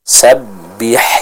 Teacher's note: ha-nya dijelaskan keluar dari tenggorokan bagian tengah